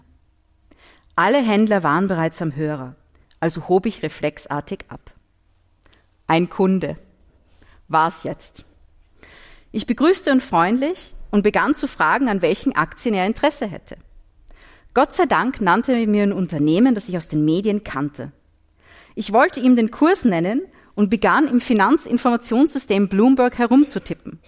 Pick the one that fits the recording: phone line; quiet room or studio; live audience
live audience